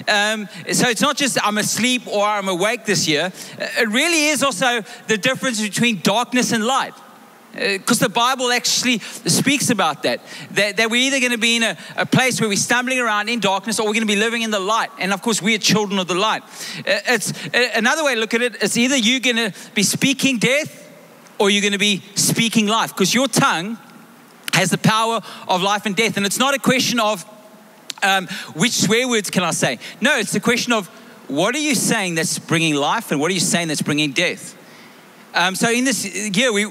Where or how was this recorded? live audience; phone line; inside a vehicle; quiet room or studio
live audience